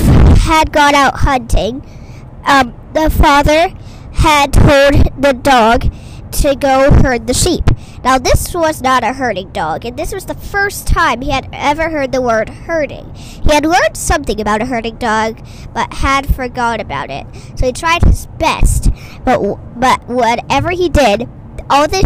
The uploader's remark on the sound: Straight from recording from the car to your ear, this tinny tribute to compassion.